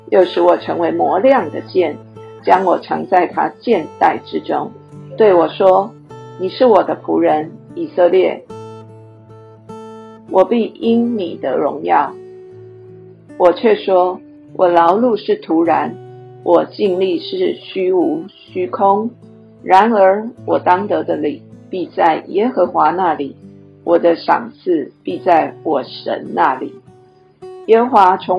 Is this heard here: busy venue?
no